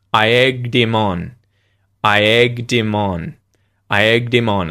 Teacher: So, H deletion occurred. We didn't pronounce him, and instead the D sound linked to im.